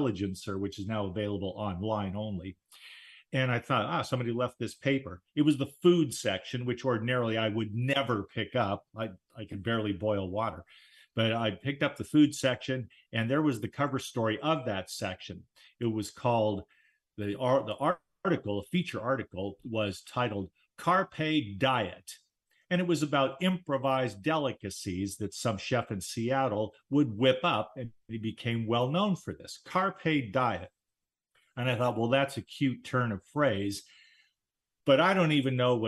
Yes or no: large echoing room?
no